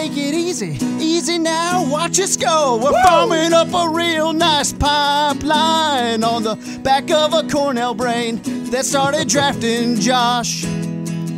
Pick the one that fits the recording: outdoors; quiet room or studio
outdoors